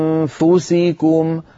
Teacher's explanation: مثلا أنفسكم وإن تبدوا ما في أنفسكم، لما تقول أنفسكم تنتقل من الهمزة إلى مخرج الفاء مباشرة بدون ضغط على مخرج الفاء، هكذا وتأتي بغنة من الأنف، ثم لما تصل إلى الفاء تضغط على مخرج الفاء، هكذا أنفسكم، فالضغط يكون عند وصولنا في النطق إلى حرف الفاء